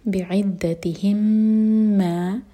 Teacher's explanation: اعلم بعدتہم دال کو اسٹرانگ پڑھا جائے گا، اور بعدتہم کا میم اور ما کا میم یہ مرج ہو رہے ہیں، ادغام متماثل ہے، میم کو ہولڈ کریں گے دو سیکنڈس.